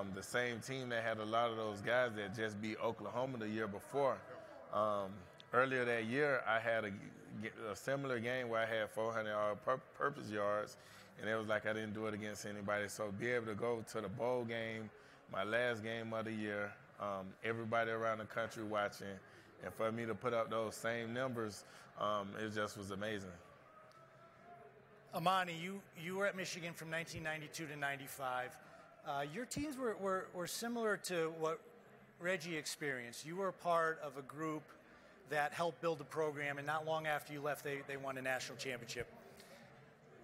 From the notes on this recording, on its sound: Live from the College Football Playoff National Championship